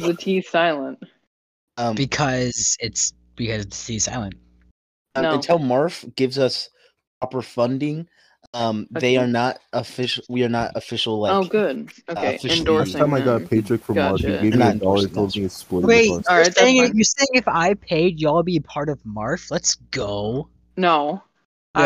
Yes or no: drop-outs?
yes